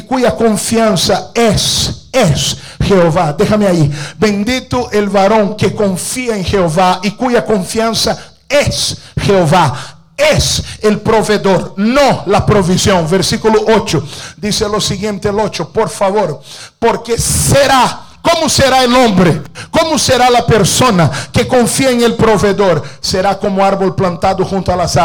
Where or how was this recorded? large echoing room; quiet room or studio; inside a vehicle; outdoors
large echoing room